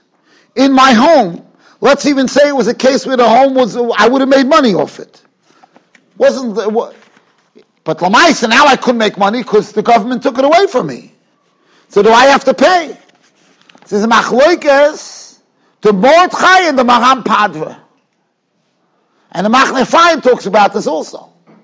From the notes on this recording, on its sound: Shiur recorded in Yeshivas Ohr Reuven, Monsey, NY.